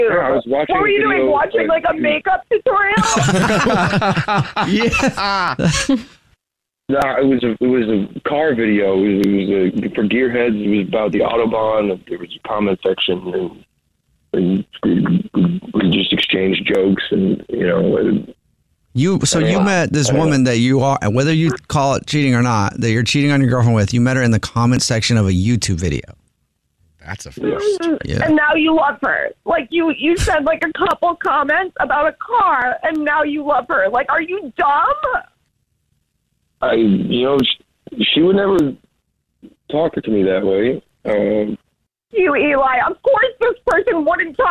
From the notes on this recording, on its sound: War of the Roses is when someone calls The Jubal Show because they think that their partner is cheating so we call them offering services in order to catch them cheating. On the phone today.